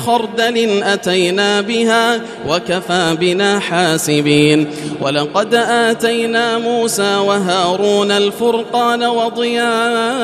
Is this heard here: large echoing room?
yes